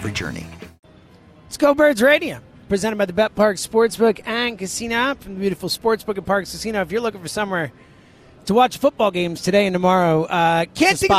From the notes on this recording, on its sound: BetParx Radio: Divisional Round Picks Live At Parx Casino.